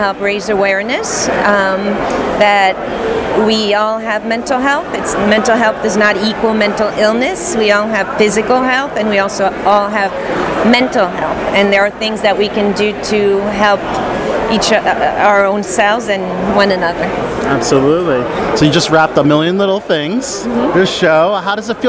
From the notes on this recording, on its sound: In-person interviews from the 2023 Tribecal Festival. At the red carpet of his fifth directorial effort "The Listener".